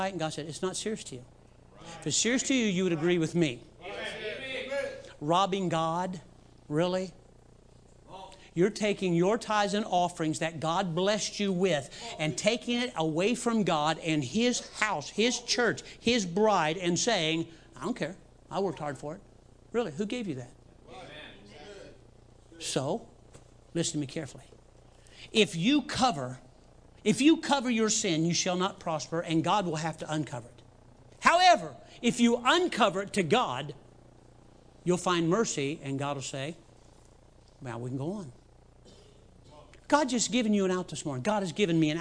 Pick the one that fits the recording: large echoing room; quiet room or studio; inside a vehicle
large echoing room